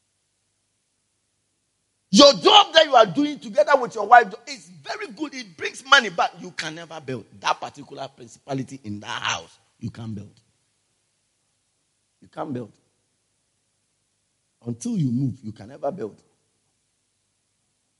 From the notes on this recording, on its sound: Preached At The Everlasting Father Cathedral